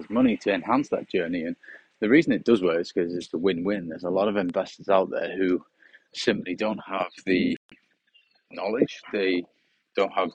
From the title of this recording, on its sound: On A Sunny Morning Walk